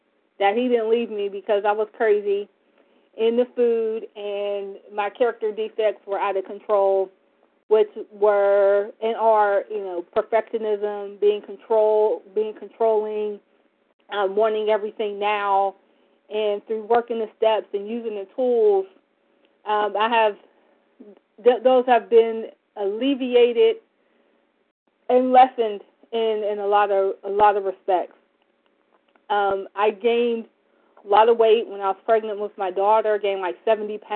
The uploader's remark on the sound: from the 100 Pounders Phone Meeting, 1/24/24